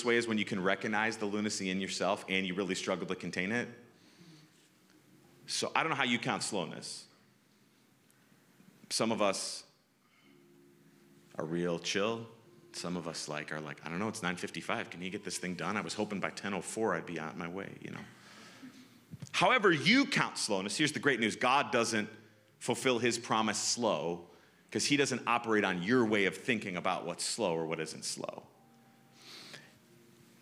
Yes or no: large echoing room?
yes